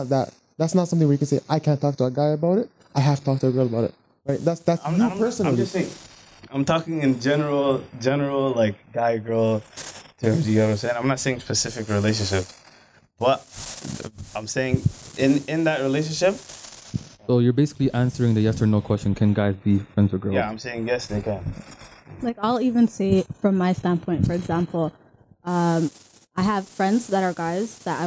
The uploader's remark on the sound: DISCLAIMER AUDIO ISSUES